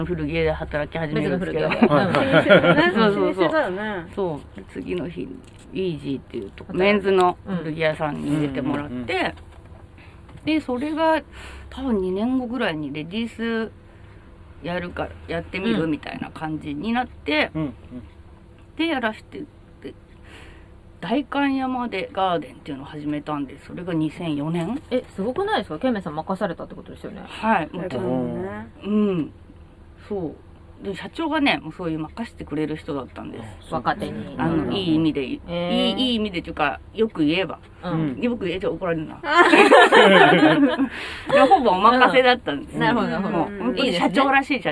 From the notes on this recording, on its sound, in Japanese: 祐天寺の古着屋 gargen730さんで特別収録！目黒区祐天寺1-15-4第二山本ビル101。